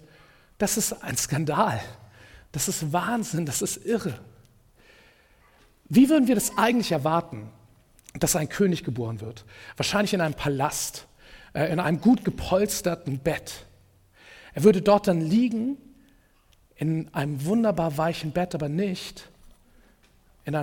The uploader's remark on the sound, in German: Predigt im Rahmen des GreifBar+ Gottesdienstes.